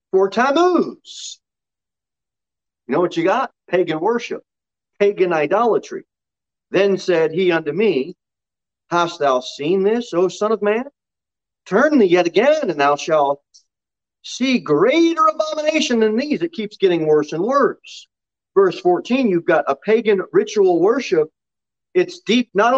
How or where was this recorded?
large echoing room